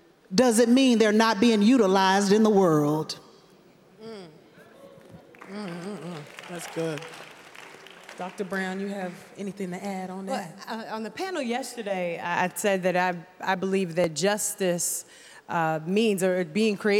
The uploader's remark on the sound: Truth’s Table LIVE at the EKBPC 2023. You’ll hear them facilitate a first-time all-women panel at the EKBPC.